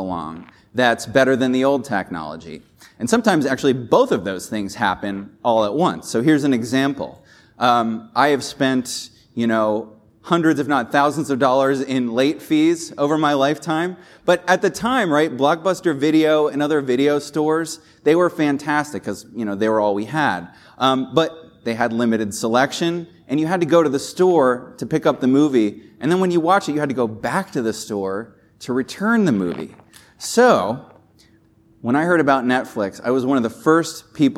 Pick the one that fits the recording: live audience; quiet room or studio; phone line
live audience